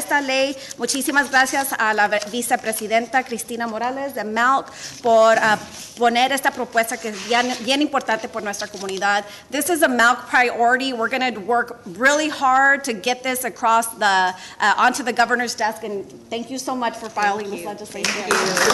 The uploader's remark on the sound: a press conference on March 8th at the Texas State Capitol